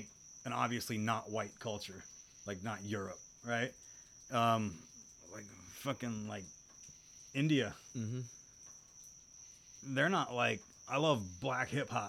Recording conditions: outdoors